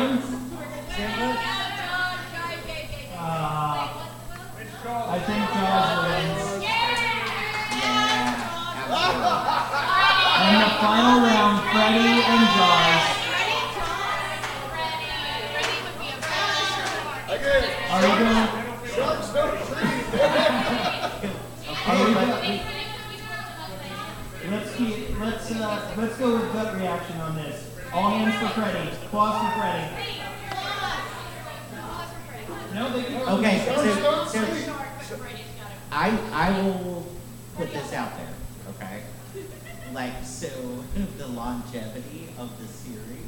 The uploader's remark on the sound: We had some technical difficulties during this episode...so the audio is a little rough!